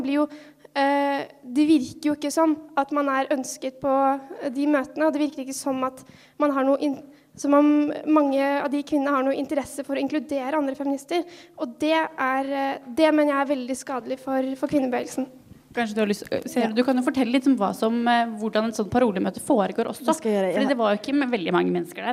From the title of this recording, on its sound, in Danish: Live fra Biblioteket